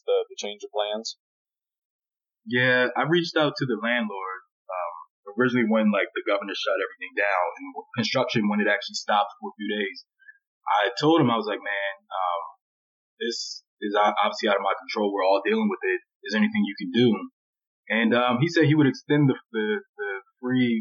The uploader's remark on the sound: Sorry for the subpar audio quality.